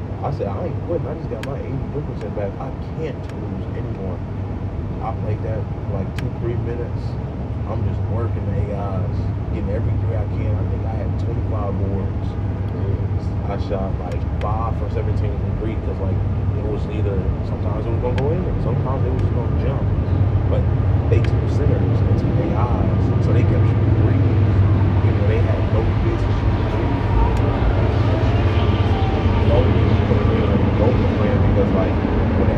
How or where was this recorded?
outdoors